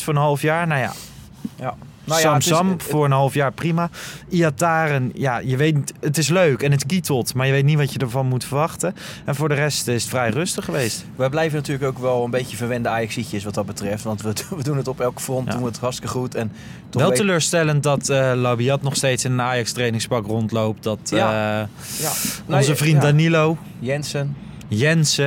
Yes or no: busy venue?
yes